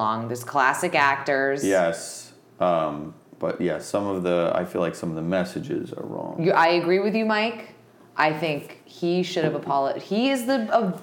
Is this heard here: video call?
no